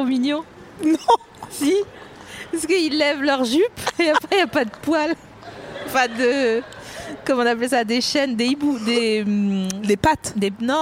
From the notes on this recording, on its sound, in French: Produit par Binge Audio. Enregistré le 27 août 2020 à la Villette.